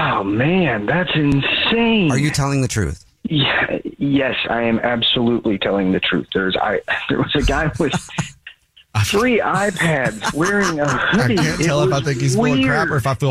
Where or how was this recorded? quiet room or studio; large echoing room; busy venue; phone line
phone line